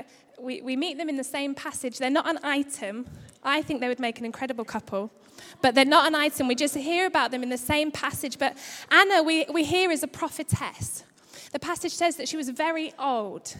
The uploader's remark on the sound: Record live at Life Church on Sunday 27th December 2015.